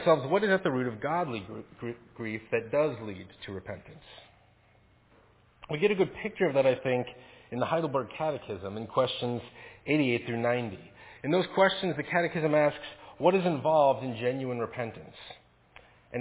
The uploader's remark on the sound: Faith Presbyterian Church – Evening Service